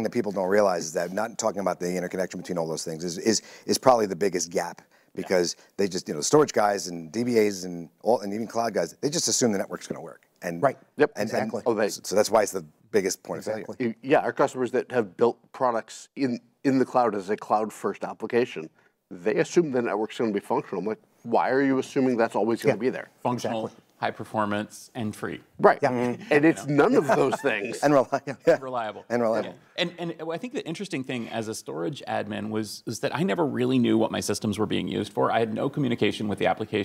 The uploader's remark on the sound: recorded at the recent Storage Field Day event in California